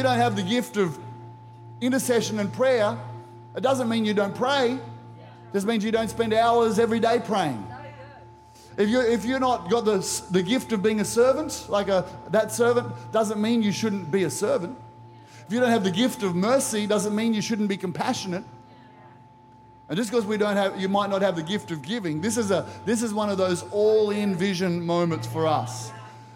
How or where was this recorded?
large echoing room